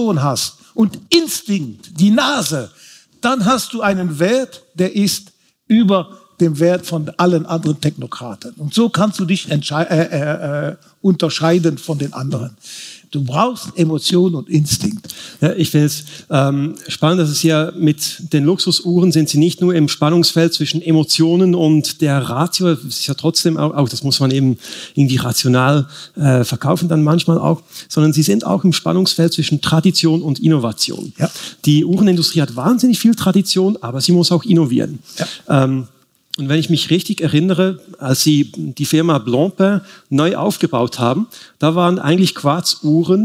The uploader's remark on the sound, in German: vor Publikum aufgezeichnet.